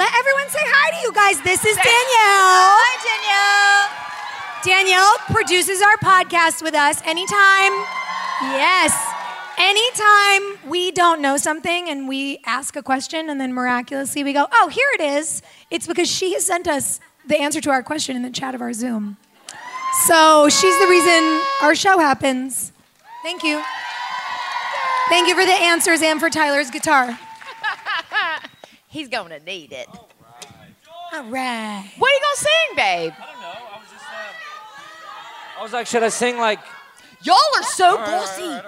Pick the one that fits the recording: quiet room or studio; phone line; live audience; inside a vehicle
live audience